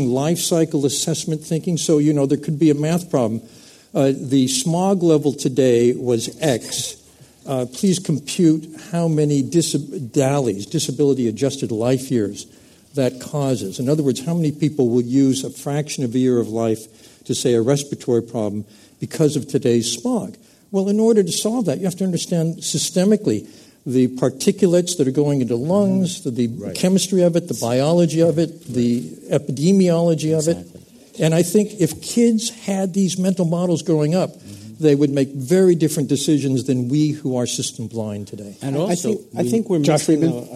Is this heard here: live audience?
yes